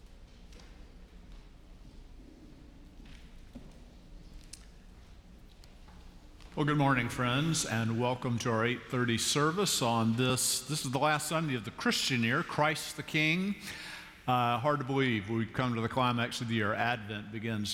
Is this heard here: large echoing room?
yes